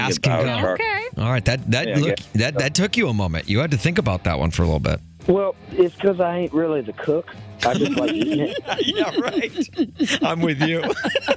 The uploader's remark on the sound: Called in to play One's Gotta Go before he takes the stage at Windy City Smokeout.